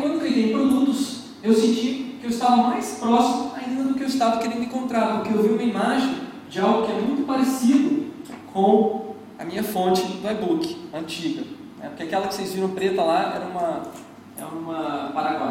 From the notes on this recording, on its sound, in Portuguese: Palestra gravada no Searchlabs 2010. Palestra gravada no Searchlabs 2010.